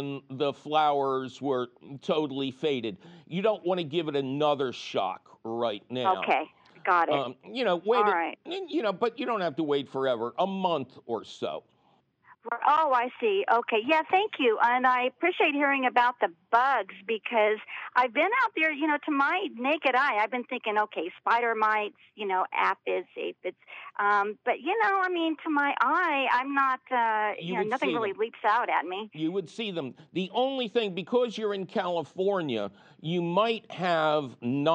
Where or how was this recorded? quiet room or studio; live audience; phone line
phone line